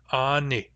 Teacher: That word ends in a short I, and you'll notice that it's a little tenser than the vowel in himix.